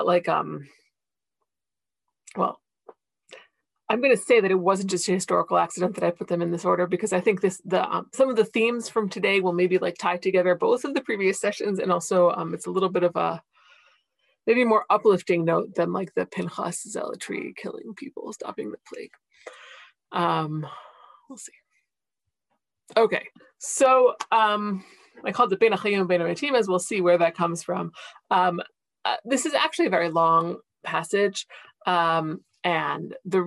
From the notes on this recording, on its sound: This audio was originally captured from Zoom.